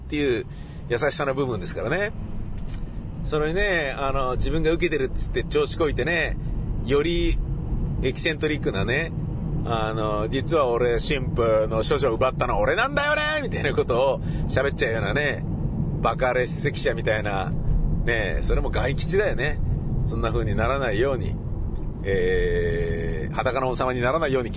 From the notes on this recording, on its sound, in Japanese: イベント終了後の帰り道の車の中でのぶつぶつ独り言です。